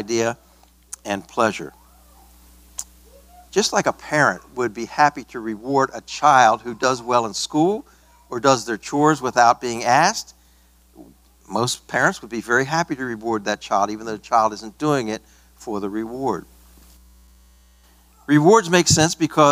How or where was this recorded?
large echoing room